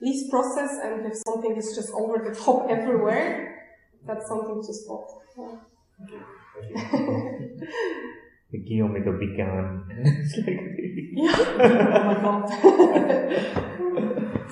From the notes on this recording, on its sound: This conversation was recorded at a MQ event in Zurich on April 25th, 2019, and also includes Q&A from audience.